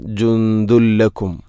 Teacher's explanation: തൻവീനിനെ ലാമിലേക്ക് കൂട്ടിലയിപ്പിക്കണം. അപ്പോൾ ആ നൂനിൻ്റെ ശബ്ദം കേൾക്കൂല, ജുന്ദുൻ എന്ന ശബ്ദമില്ല. · Term: ഇദ്ഗാം ബിലാഗുന്ന